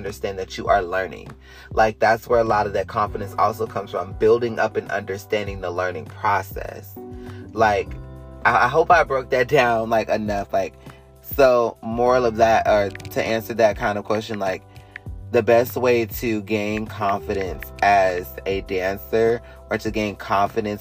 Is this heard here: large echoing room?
no